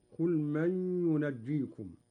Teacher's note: مع ملاحظة إخفاء النون عند الجيم مع الغنة بمقدار 2 حركات